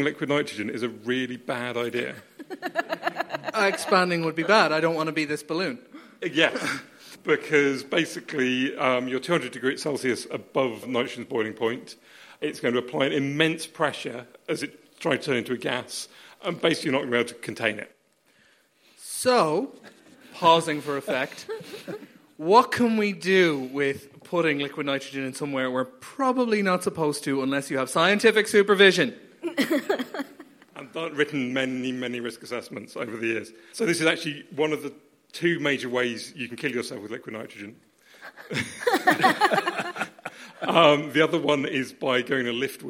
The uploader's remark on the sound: Hear what went on at our live event recorded back on 11th March for the 2020 Cambridge Science Festival